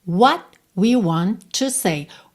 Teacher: frequentemente, esses T's não aparecem. A gente acaba tendo só um encerramento do som. · Term: consoantes oclusivas